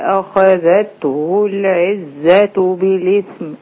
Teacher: عايز الهمزة بتاعت أخذته لا تختلط بتفخيم الخاء بعدها، الهمزة رقيق